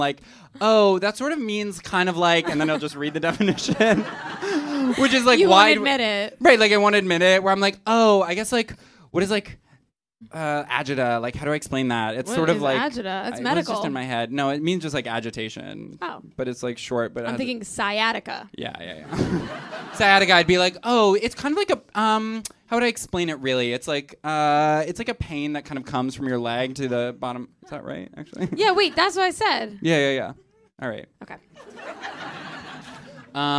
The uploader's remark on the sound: Live Show. Someone literally went into labor during this show — you can't hear it in the podcast.